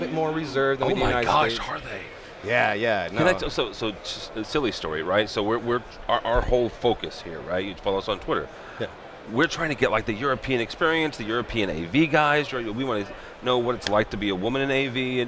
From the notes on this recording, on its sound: Live from ISE 2015. The world’s biggest AV show.